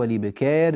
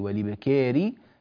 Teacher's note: لاحظوا والإبكار بالتقليل، والسبب في ذلك كسرة الراء في كلمة الإبكاري، وسبح بالعشي والإبكاري، فلذلك نقلل الألف.